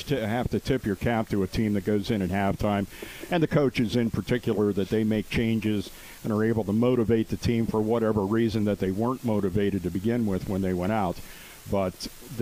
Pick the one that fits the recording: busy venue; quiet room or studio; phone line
busy venue